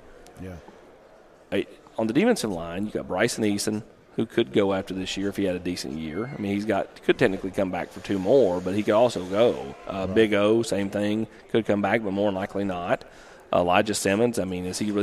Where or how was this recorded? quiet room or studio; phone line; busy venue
busy venue